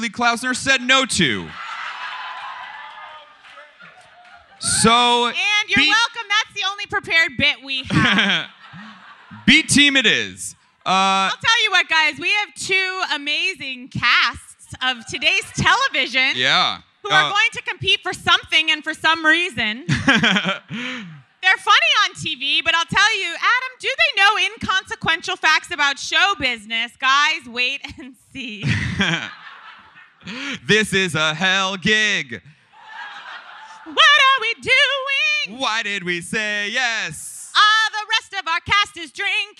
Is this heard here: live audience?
yes